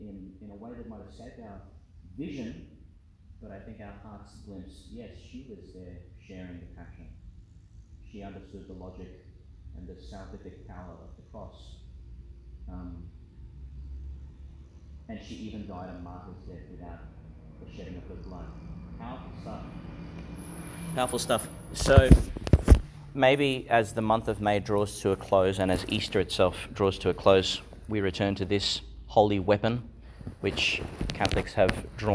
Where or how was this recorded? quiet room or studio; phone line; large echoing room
large echoing room